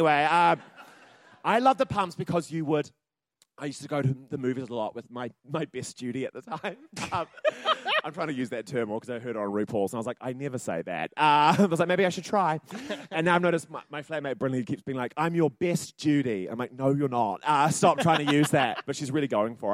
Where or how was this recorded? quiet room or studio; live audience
live audience